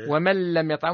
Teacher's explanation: إدغام نون من عند لام لم حكمها الإدغام بلا غنة